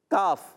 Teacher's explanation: زبان کی جڑ اور تالو کا سخت حصہ. زبان کی جڑ تالو کا سخت حصہ. · Term: کاف کا مخرج